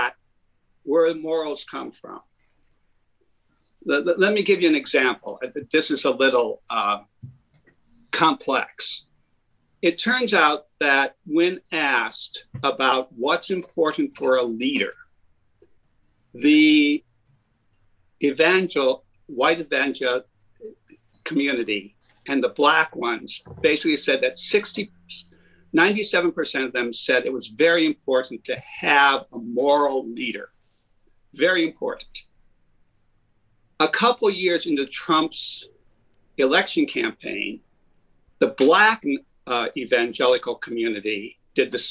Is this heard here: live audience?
no